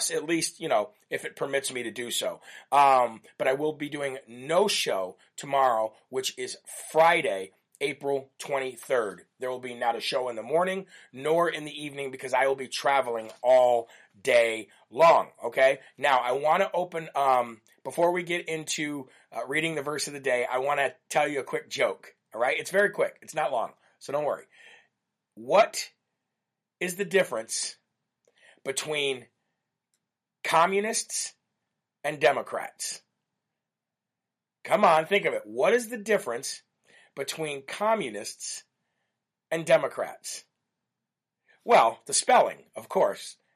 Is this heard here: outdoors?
no